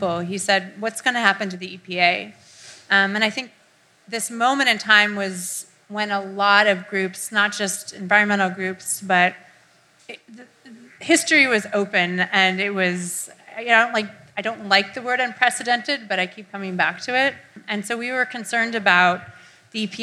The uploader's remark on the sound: Recorded live June 21, 2017 at Eli's Mile High Club in Oakland, CA.